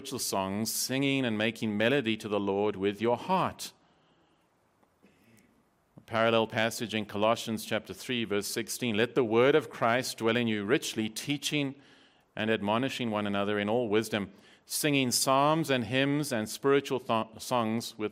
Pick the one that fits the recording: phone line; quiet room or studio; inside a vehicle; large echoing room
large echoing room